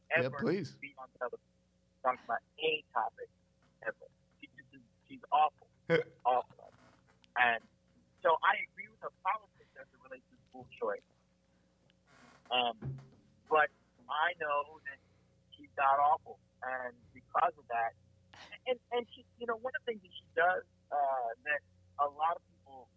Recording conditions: phone line